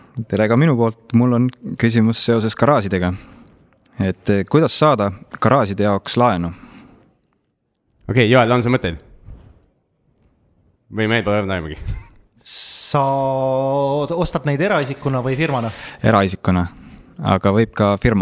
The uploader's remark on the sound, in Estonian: Live Cashflow klubis. Kinnisvararaadio esimene Live lindistus toimus 23.10.2012 Radisson Blu hotellis Tallinnas.